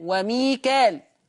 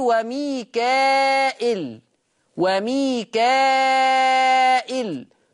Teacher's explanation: ورش بقى يقرأ بالهمز بهمزة مكسورة بعد الألف · Shown in: second take · Term: مد متصل